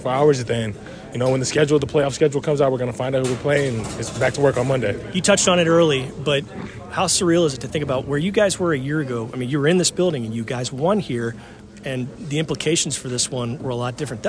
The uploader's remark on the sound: goes inside the locker room with some excited players